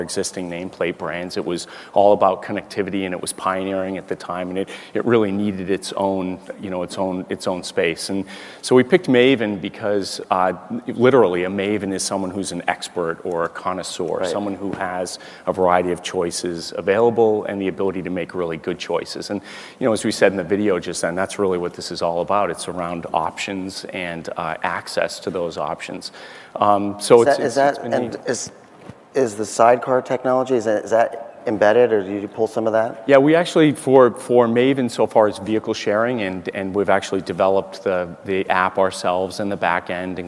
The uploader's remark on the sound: The best of live interviews from GreenBiz events.